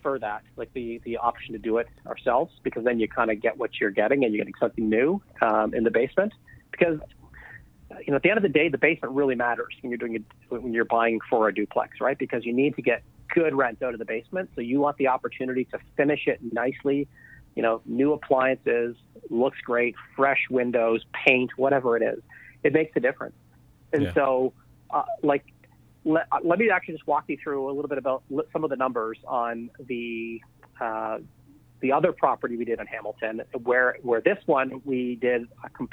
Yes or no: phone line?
yes